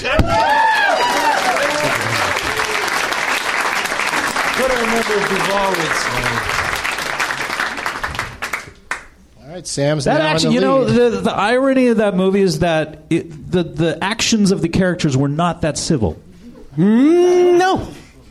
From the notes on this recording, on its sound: Recorded live at the NerdMelt Showroom in Los Angeles, California.